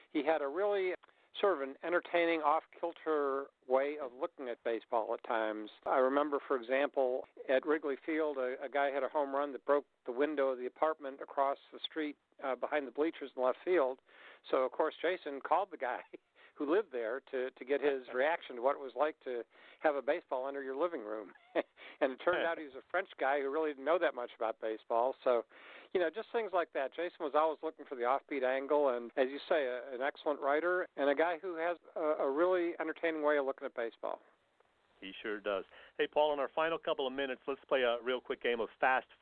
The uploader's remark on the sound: Checks in via phone from Atlanta's SunTrust Park where the Phils and Braves are opening an important three-game series.